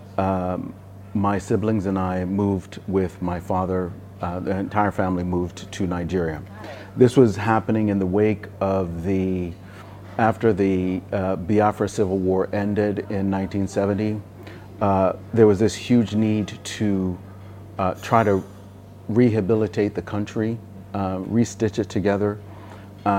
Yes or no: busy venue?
yes